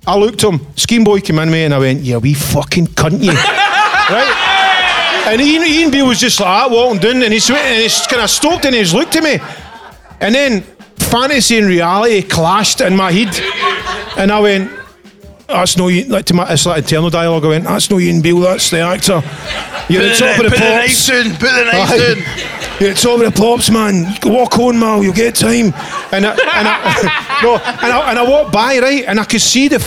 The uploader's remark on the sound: Was recorded live at The Classic Grand, Glasgow. Record the very first LIVE episode in front of 100 hero's.